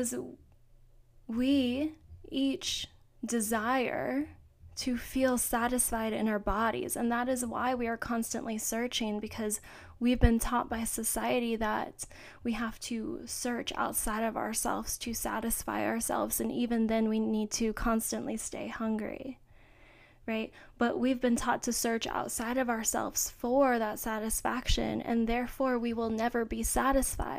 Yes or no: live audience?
no